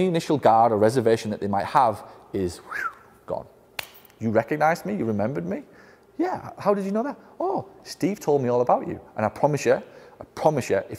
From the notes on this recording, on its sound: a recording of a keynote I did for the incredible staff of “Fzyical Therapy Balance Centres” of Las Vegas